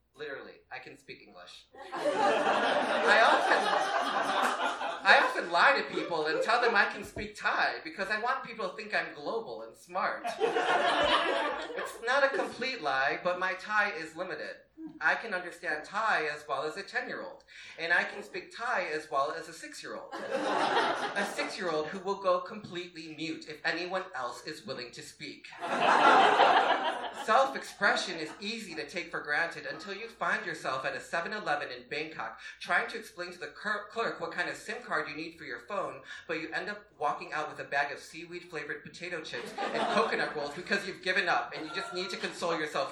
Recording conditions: live audience